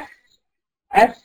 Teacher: تقولي كده اف، حطي ايدك لما مش متوقف المنديل، حطي يدك كده كفك امام فمك وقولي اف اف، هتلاقي فيه هواء كتير، هنا الفيه فيها همس